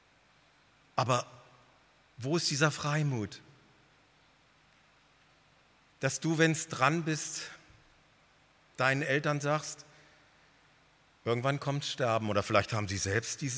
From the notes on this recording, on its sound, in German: Missions-Gottesdienst der Missionsberg-Gemeinde (Liebenzeller Mission)